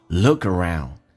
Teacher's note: lookaround，一个连音，look 要浊化